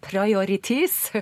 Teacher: han har ruller i noen ord. Altså, norsk heller enn engelsk R.